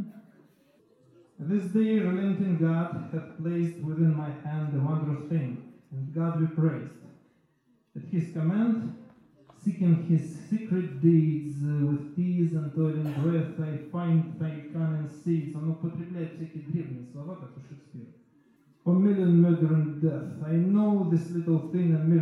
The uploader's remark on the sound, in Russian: Лекция в Доме культуры «Ясная Поляна» 14 марта 2020 года